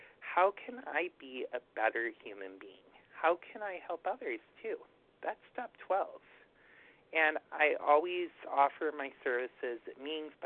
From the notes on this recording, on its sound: 100 Pounders Phone Meeting, 7/21/23